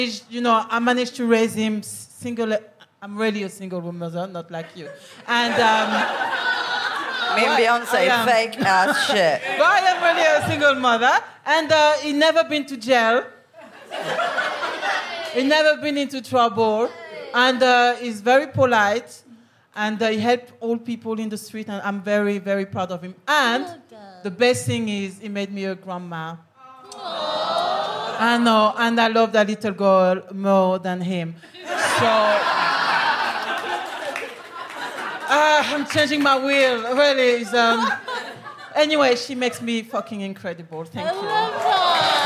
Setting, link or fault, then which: setting, busy venue